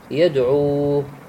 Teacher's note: يدعو الواو ساكنة ما قبلها مضموم اللي هو العين، يدعو المد ما ليكم بمقدار حركتين. · Term: المد الأصلي